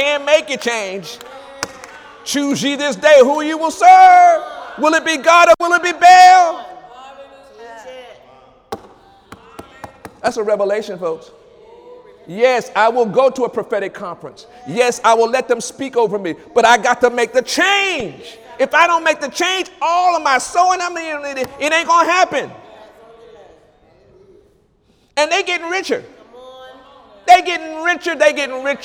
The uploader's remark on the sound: During Wednesday night service on May 17, 2017